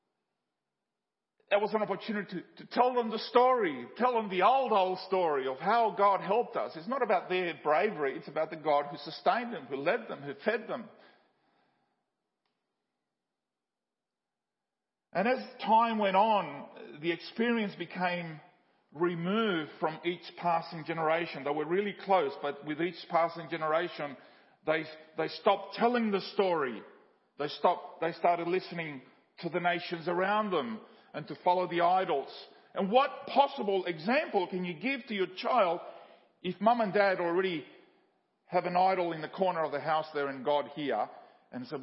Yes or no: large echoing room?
yes